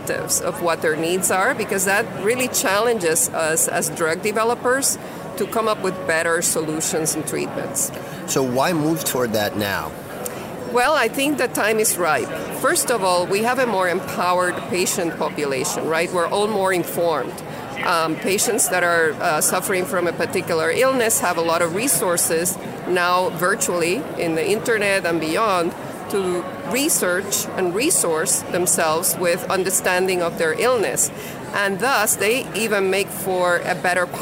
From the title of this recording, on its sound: Live at Pharma USA